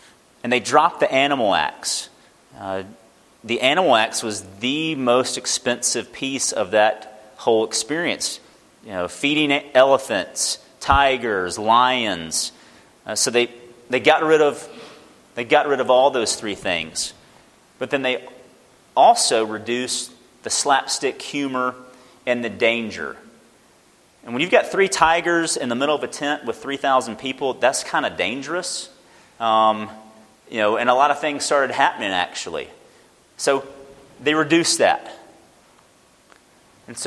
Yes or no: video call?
no